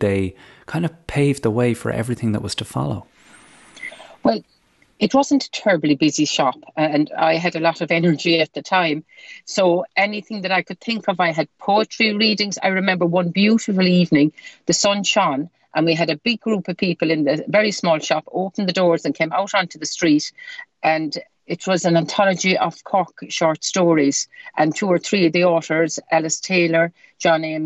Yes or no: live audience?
no